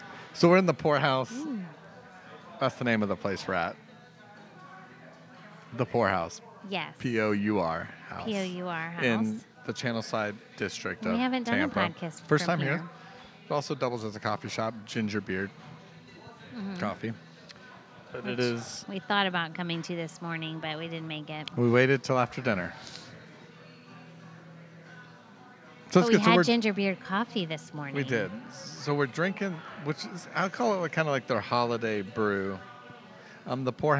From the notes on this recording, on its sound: This episode was recorded on a warm winter's night in Tampa, Florida at The Pour House